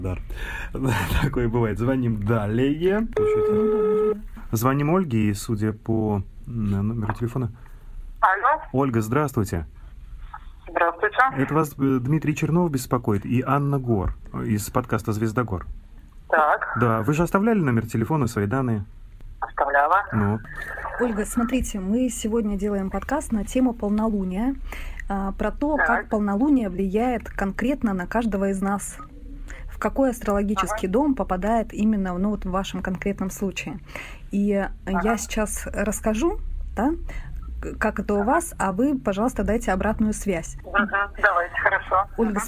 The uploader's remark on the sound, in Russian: общаясь с ними по телефону